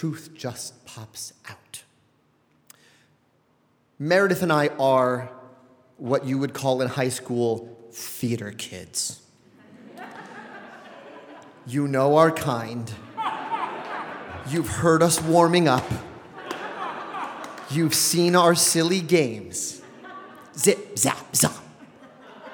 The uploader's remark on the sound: A special episode live from the United Palace in Washington Heights, New York.